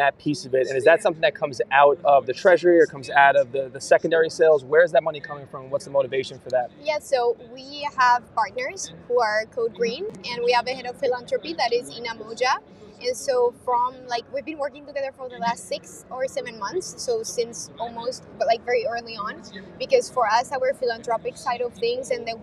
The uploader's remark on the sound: Live From VeeCon